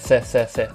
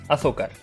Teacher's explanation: Видите, зетка такая шипящая